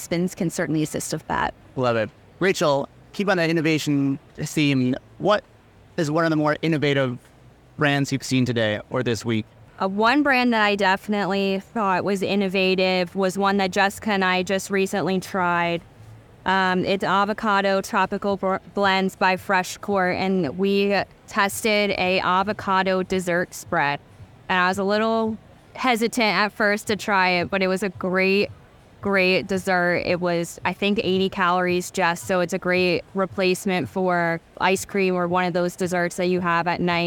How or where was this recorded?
busy venue